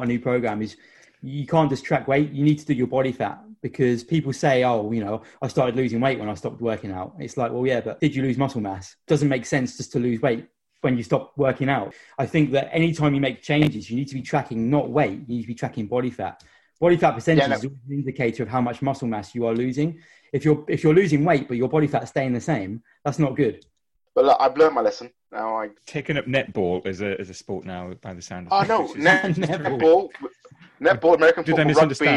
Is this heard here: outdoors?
no